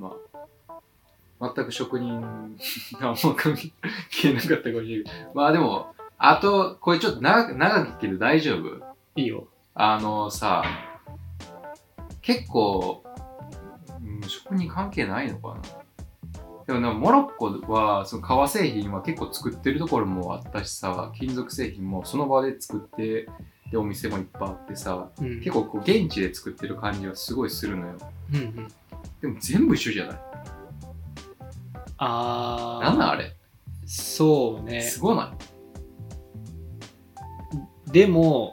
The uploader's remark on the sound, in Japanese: 今回機材トラブルで音質が悪く聴きにくいですごめんなさい！